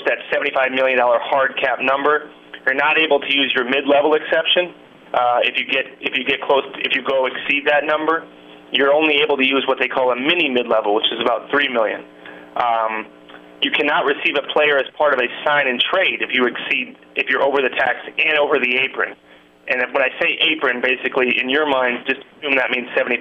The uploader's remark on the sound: Conference Call